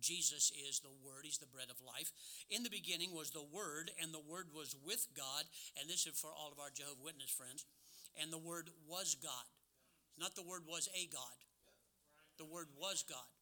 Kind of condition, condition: setting, large echoing room